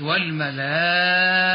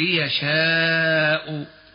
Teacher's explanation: ولنضرب له المثل: حينما يأتي في وسط الكلمة أو في آخرها، ففي وسط الكلمة مثل والملائكة، وفي آخر الكلمة مثل يشاء. ويسمى مدا واجبا يمد لحفص بمقدار 4 أو 5 حركة · Term: المد المتصل